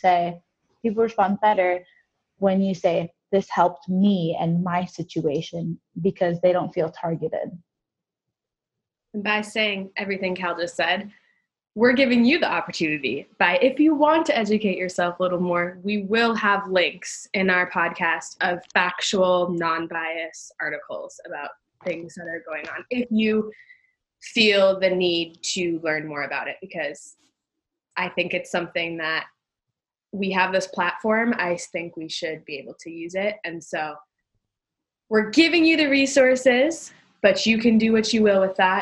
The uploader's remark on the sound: We found a new option for distance recording called Zoom!